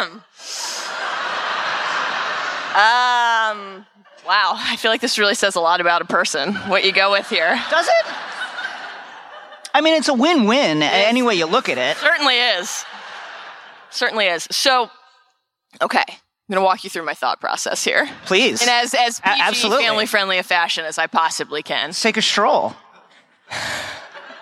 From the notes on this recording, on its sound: Recorded live at Con of Thrones 2019 in Nashville, Tennessee. Answer some “would you rather” questions from the audience.